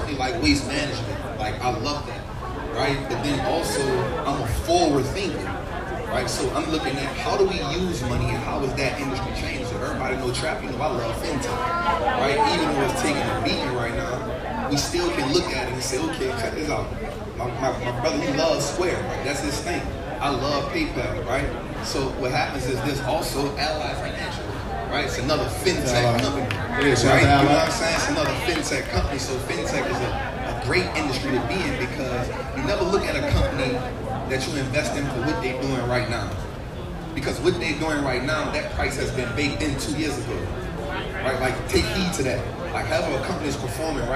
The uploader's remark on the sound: Live from South by South West 2022. Live Sounds from SxSW 2022!